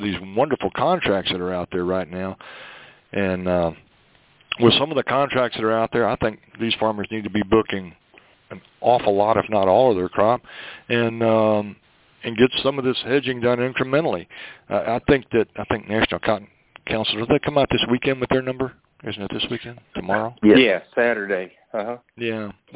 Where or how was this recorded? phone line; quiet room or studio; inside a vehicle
phone line